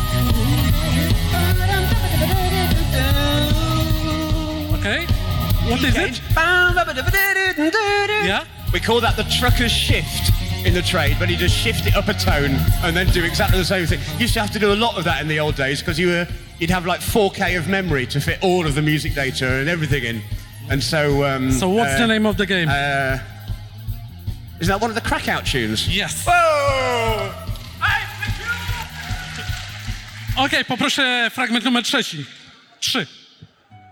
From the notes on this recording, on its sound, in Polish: Nagranie to jest zapisem sobotniego panelu na scenie głównej festiwalu Pixel Heaven 2016